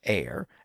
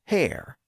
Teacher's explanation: the word heir could be pronounced with a silent H, like today, but also with a pronounced H at the beginning. So some people said heir, and some people said hair, sort of like herb and herb today.